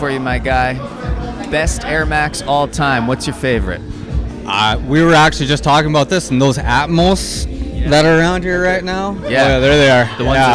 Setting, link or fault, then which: setting, busy venue